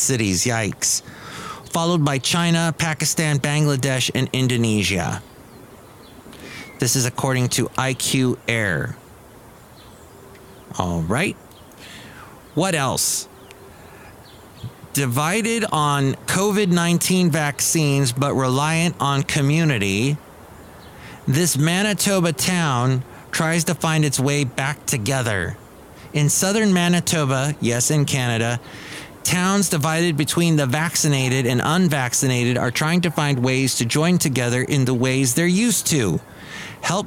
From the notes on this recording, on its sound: podcasts live from Cafe Anyway